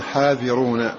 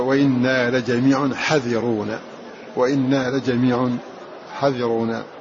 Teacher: بالمد بإثبات الألف بعد الحاء · Shown in: first take